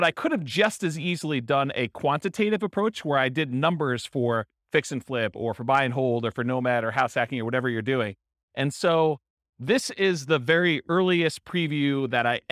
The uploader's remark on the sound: This was a live class recorded